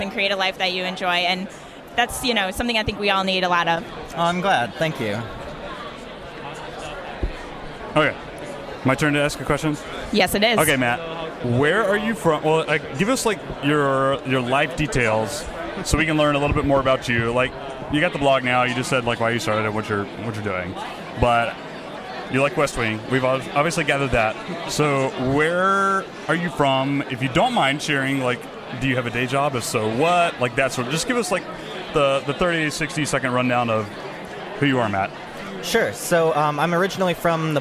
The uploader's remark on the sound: live from FinCon 2017!